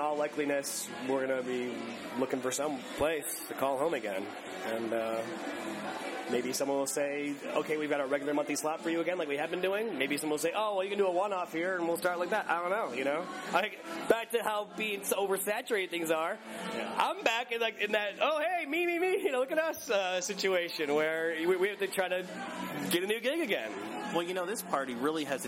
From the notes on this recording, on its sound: In an interview recorded at the last Panic dance party at Darkroom.